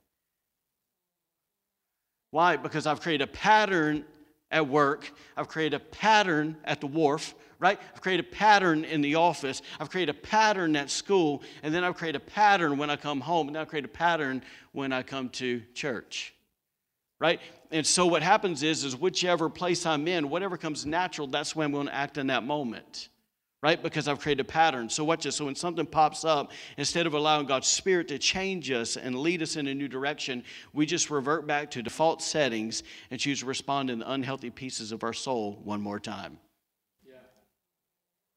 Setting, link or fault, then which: setting, large echoing room